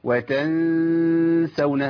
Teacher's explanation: وتنسون نون مخفاه في السين، اقول ايه وتنسون، خلي لسان حضرتك ولسان حضرتك متوسط الفم، ما اقولش وتنسون واعمل اظهار، ولا اقول وتنسون واخليها اقرب للايه للاضغام، هي وتنسون أنفسكم زيها بالظبط، بخلي لساني متوسط الفم وغن حركتين · Term: إخفاء